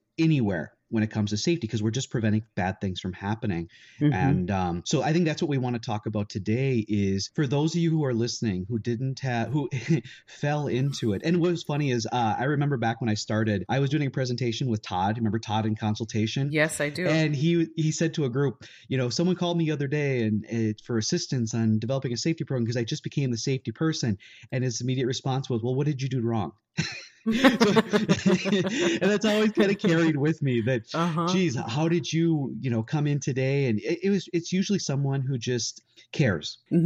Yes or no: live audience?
no